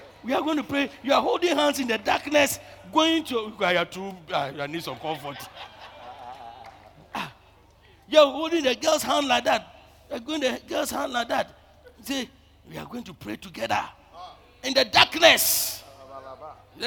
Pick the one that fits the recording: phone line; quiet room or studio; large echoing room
large echoing room